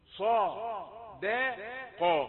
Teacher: انظر الى الفم وهو ينطق الحرف المفخم صاد وقاف، لكن الدال رقيقة في الوسط